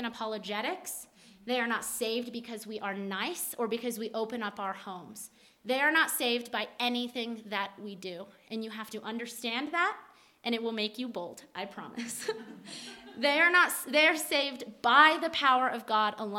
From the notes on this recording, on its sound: at the Flagstaff Christian Fellowship retreat *LIVE AND UNEDITED